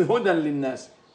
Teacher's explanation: تذوب في اللام، ولا يبقى لهذه النون المنقلبة عن التنوين أي أثر، وإنما ننطق بلام مشددة